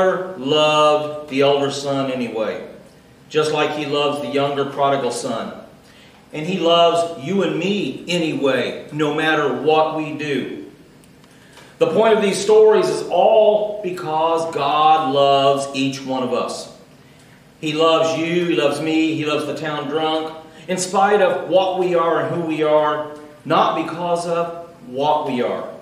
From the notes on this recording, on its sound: Recorded Live.